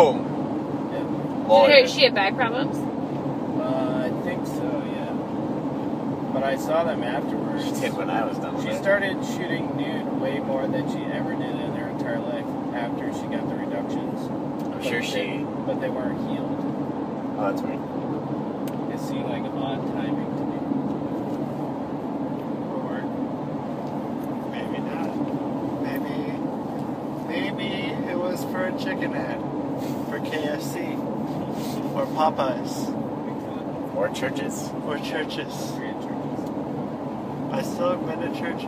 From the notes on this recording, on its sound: We are on a drive to Canada as usual and recorded one in the car!